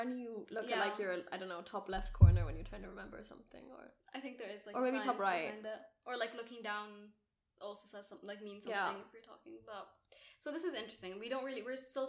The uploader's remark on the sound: You may notice this is our first ever VIDEO episode!!! We’re still figuring out the audio/background etc so bear with us.